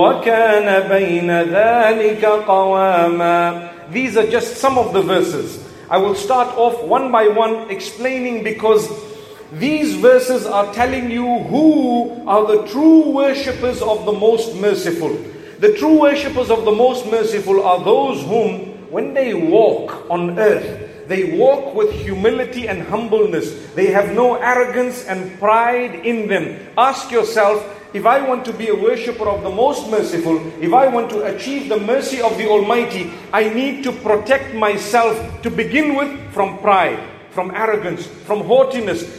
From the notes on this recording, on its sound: A lecture delivered in Perth Australia at the Masjid within the AIC campus.